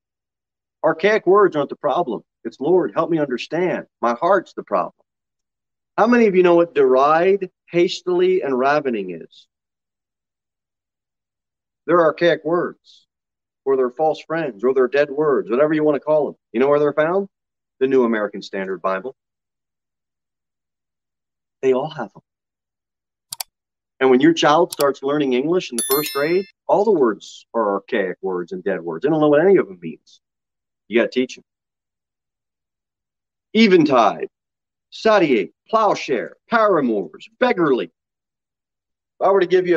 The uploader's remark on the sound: Sermon delivered at Pilgrim Baptist Church on Sunday, July 10, 2022 at 6:15 pm.